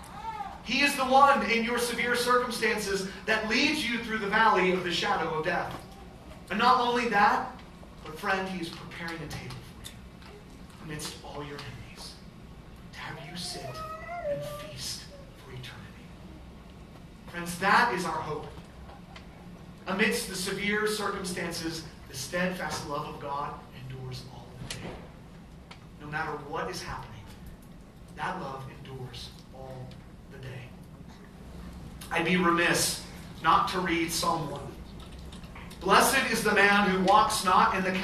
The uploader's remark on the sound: Our recording software malfunctioned at the last second, so we had to record with a different device. Unfortunately, the audio is now poor quality for this episode.